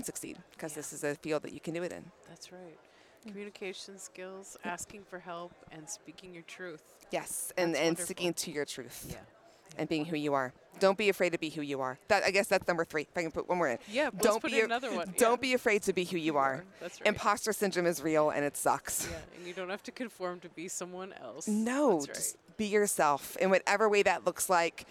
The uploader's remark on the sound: Live From NSC 2023